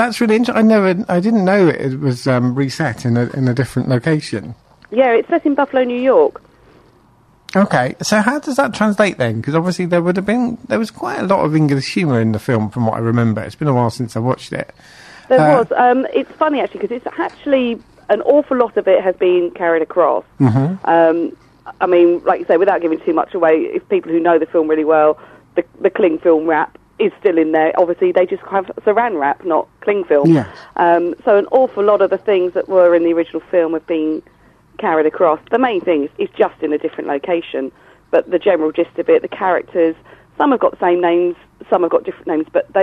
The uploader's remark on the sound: Joined on the phone.